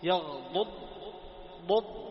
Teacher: لاحظ تضم الشفتين ثم تنتقل مرة أخرى لنفس المخرج الضاد الساكنة